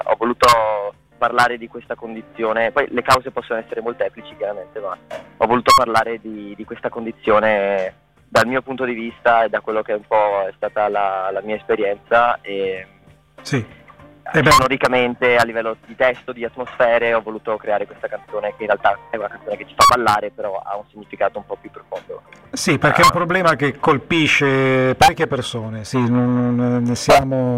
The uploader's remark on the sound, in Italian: INTERVISTA TELEFONICA